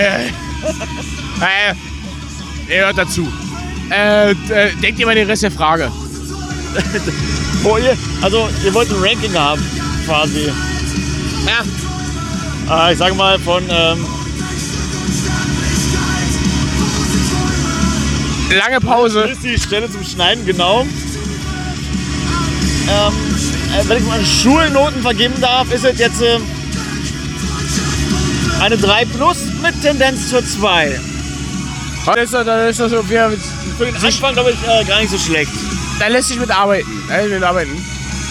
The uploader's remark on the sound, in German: Diesmal gibt es Gilla&Arbeit LIVE vom größten Dampfer der sieben Weltmeere zu hören. Motorengebrumme exklusiv mit dabei, sozusagen inklusive!